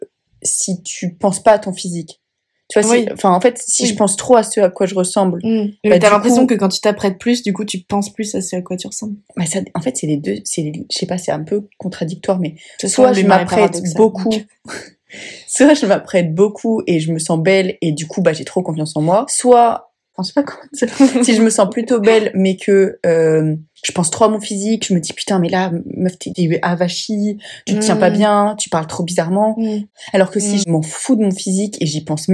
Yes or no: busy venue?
no